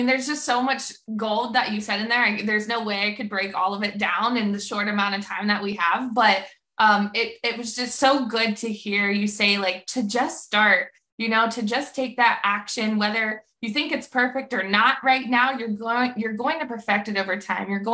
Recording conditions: video call